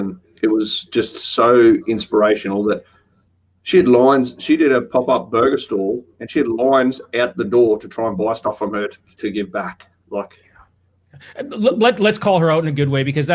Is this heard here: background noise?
no